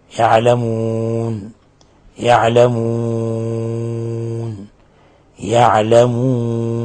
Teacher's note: الوقوف على النون يكون بالوقوف عليها بما يسمى بالعارض للسكون، فتقصر وتوسط وتمد